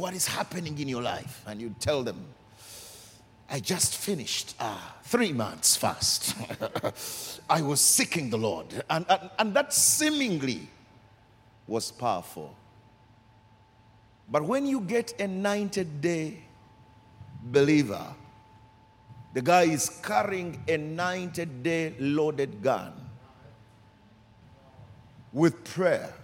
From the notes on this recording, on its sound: Recorded during our 5pm service